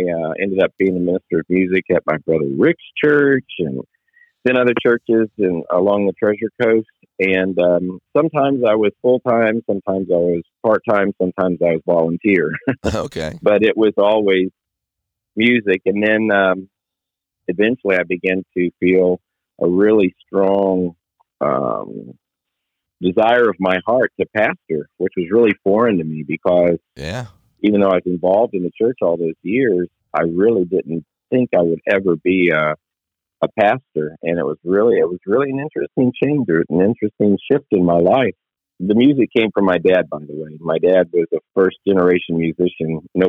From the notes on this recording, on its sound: Location: The Millennium Beat, LLC Office (Phone).